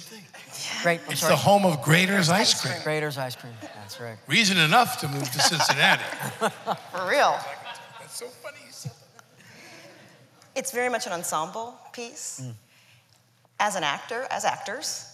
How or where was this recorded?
live audience